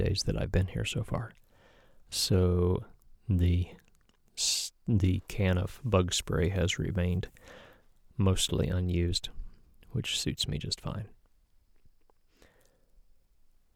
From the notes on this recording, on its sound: ROR From The Boundary Waters. While there, I pulled out the recorder and described my trip. Here it is, no processing, just a few edits for misspoken words. In the quiet spots, listen for the stillness around me.